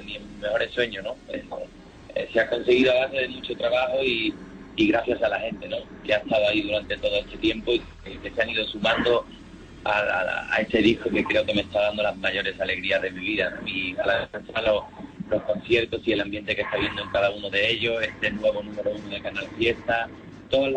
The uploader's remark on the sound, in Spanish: Entrevista telefonica. En canal fiesta radio.